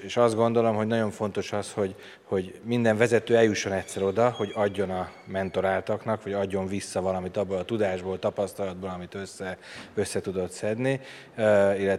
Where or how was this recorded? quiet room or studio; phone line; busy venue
busy venue